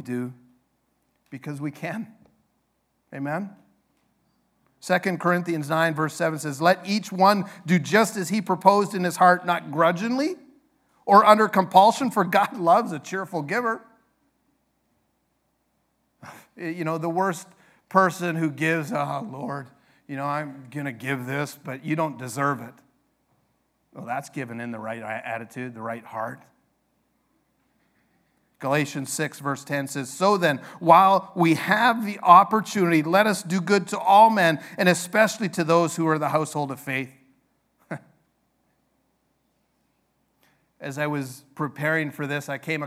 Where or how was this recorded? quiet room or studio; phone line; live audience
live audience